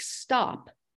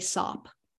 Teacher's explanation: It's very, very common for children who struggle in a blend word like stop to simply say sop